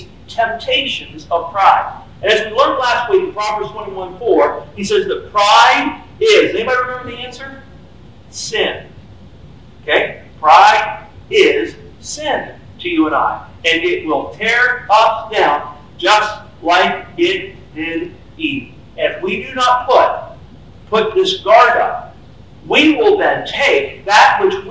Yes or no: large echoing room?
yes